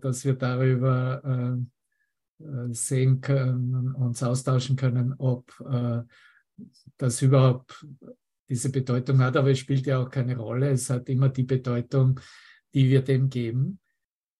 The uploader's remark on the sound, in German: Zoom-Session. Veranstaltet von der Aleph Akademie.